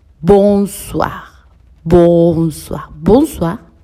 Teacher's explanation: la OI, que en francés suena wa. Bonsoir, bonsoir, bonsoir.